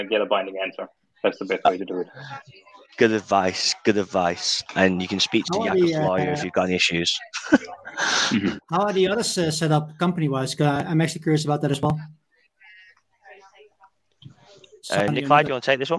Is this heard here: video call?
yes